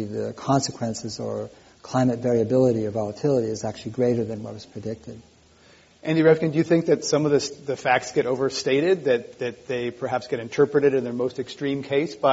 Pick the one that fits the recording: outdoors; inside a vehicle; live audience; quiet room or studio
live audience